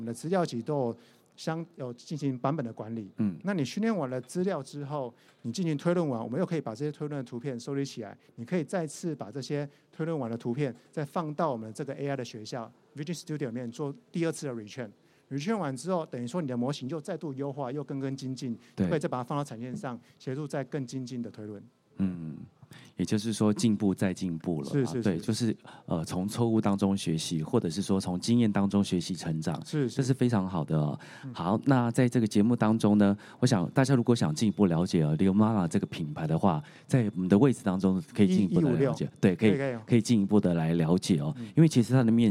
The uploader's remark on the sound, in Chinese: 本集節目於2022年「台灣國際智慧製造系統整合展（TIIM）」展期間錄製